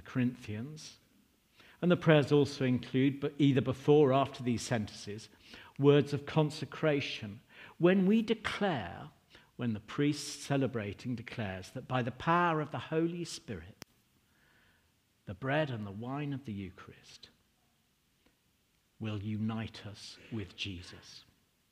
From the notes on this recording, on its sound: Recording from St George's and St Giles 10.30 service 29 October.